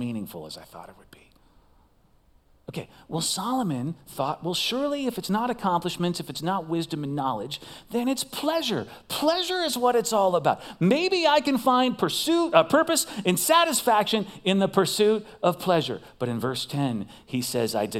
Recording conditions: large echoing room